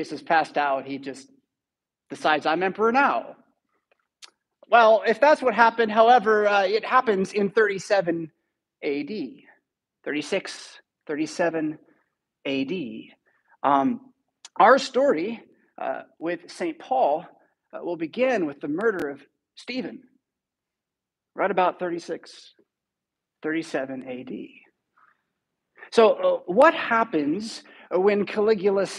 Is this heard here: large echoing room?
yes